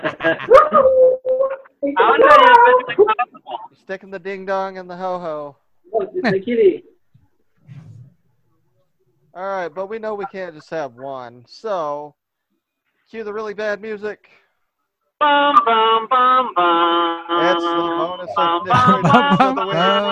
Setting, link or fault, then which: fault, drop-outs